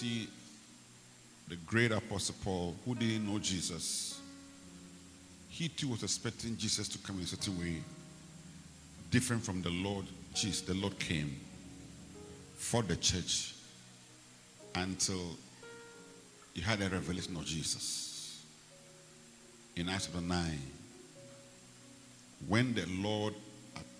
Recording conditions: large echoing room